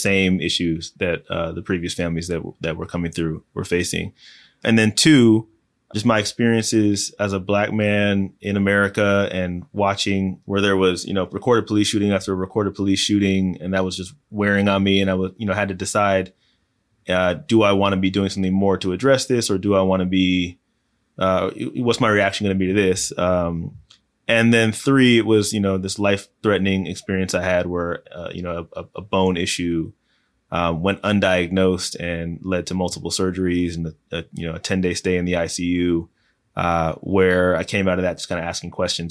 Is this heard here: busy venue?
no